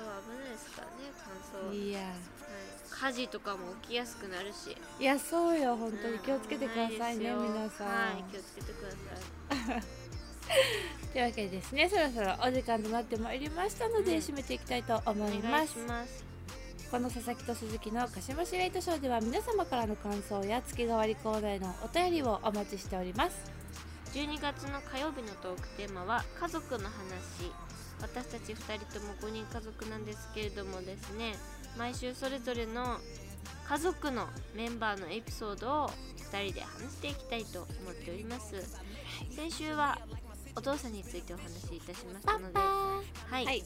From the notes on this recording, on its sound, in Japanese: 工事の音にもめげない声で！家の前では工事を行なっており。雑音が入ってくるやもしれません。